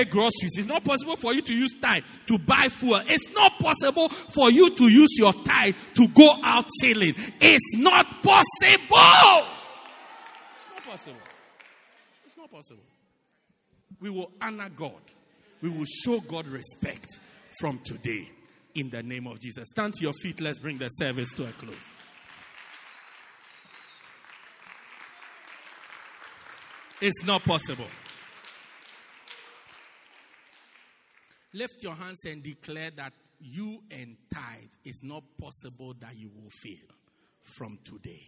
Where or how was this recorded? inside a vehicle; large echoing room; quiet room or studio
large echoing room